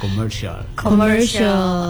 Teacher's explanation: R-nya agak sedikit tersembunyi